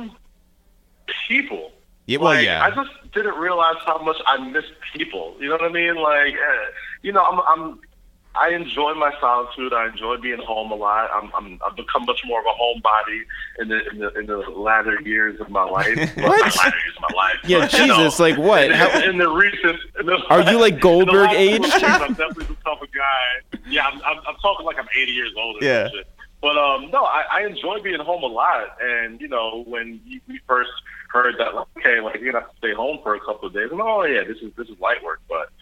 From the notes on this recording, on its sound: we make calls from our Upper West Side apartment